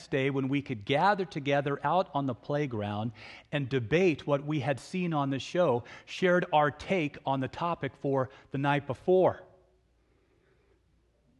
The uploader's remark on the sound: In Search Of is a podcast recording of the sermon and the Sunday morning worship service at Laguna Presbyterian Church.